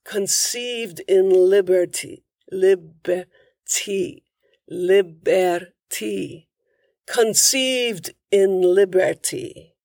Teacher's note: I don't hear the T. There's no D in liberty.